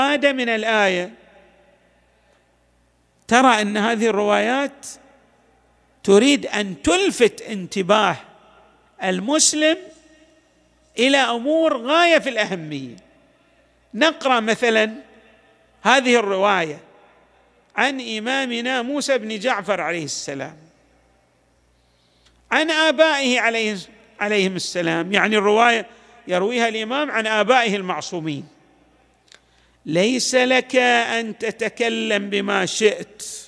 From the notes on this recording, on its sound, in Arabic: تسجيلات جامع الامام علي عليه السلام الأحساء المبرز